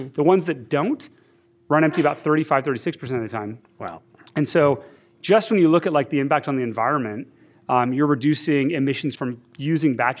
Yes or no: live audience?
yes